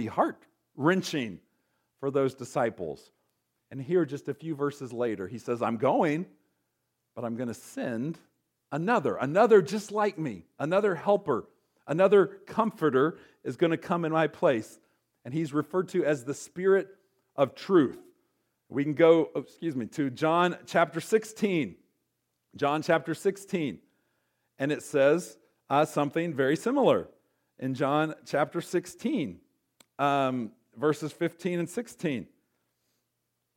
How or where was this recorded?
large echoing room